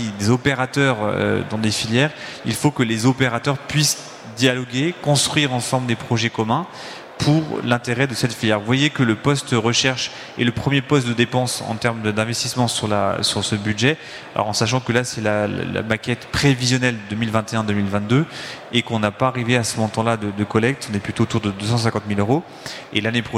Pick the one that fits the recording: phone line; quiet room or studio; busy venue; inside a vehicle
busy venue